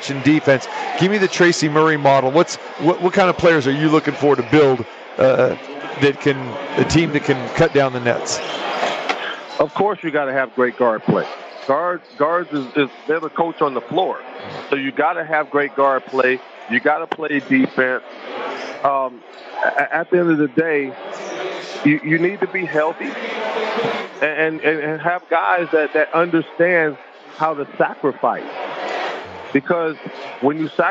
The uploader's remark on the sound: Live from the Super Book at the Westgate Las Vegas. While the opening round games are going.